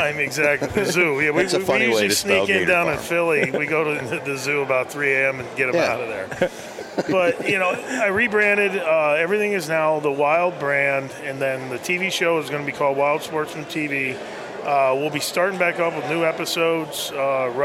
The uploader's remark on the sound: Live from the Great American Outdoor Show